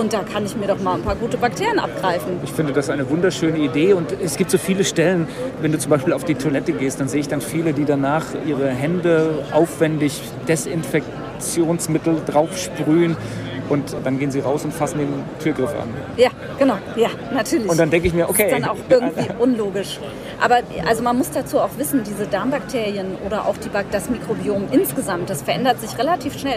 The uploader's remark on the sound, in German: live von der Frankfurter Buchmesse!